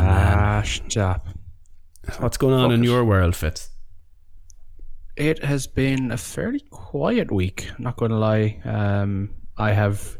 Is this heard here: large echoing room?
no